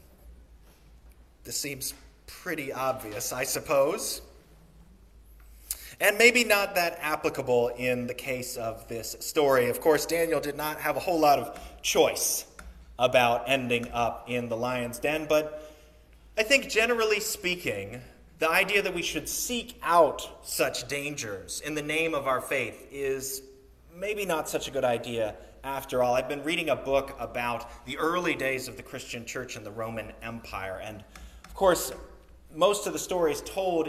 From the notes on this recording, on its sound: Sermon recorded on the Third Sunday in Lent